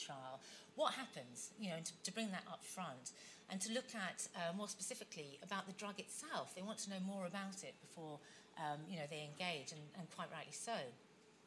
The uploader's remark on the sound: hear a case study from the 2019 Patients as Partners EU conference